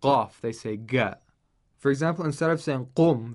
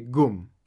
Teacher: For example, another group of Arabs, they pronounce, the Gulf Arabs, they pronounce qaf with a g sound. Instead of saying qaf, they say g. · Shown in: second take · For example, instead of saying qum, they say gum.